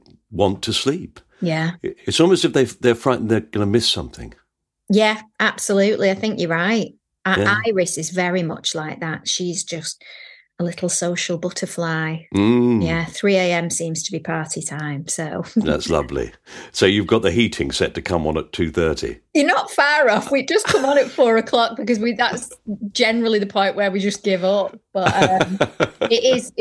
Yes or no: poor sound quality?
no